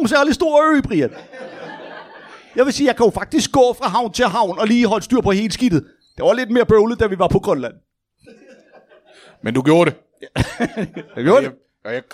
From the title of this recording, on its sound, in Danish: LIVE fra Kolding